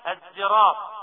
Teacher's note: وهناك من قرأها بإشمام الصاد زايا